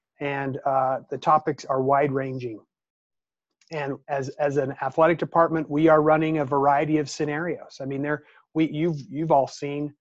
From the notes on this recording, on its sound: hosted a Zoom conference call with 12 members of the Montana media